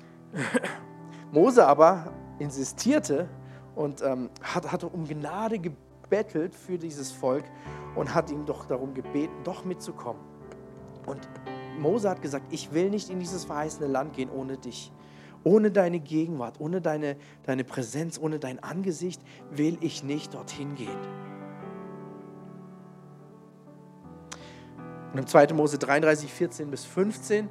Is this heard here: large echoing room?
yes